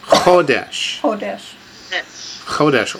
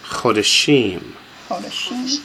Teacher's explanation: in a singular, it accents the first syllable · Shown in: first take